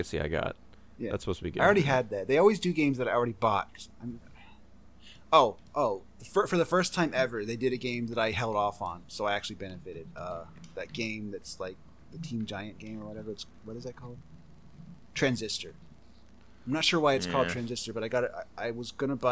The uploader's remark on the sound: There are more animal noises than usual in this week's TZ.